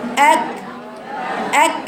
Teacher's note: كاف ساكنة اقطعي الصوت لأنه حرف شديد